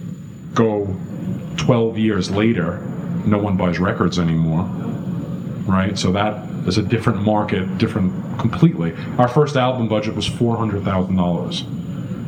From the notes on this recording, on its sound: Recorded in historic music venue The Bitter End in NYC during the B2C Fan Weekend.